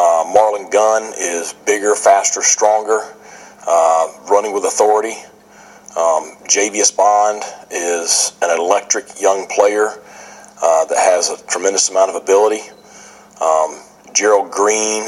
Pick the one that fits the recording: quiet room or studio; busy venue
busy venue